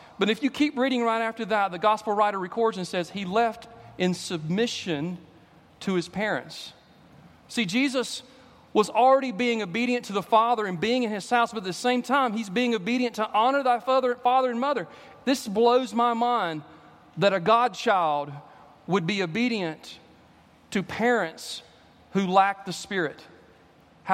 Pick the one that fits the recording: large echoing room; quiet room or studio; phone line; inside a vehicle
large echoing room